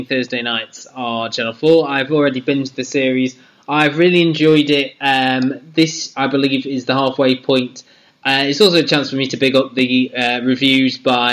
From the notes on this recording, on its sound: Apologies in advance for the audio inconsistencies.